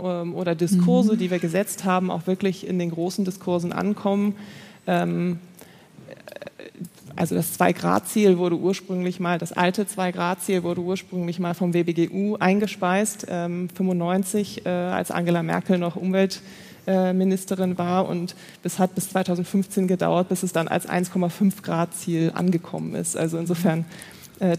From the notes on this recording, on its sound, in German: Podiumsdiskussion Jahrestagung Netzwerk Wissenschaftsmanagement. September 2023 aufgenommen. An die Firma Kranz Live für die Unterstützung bei der Aufnahme.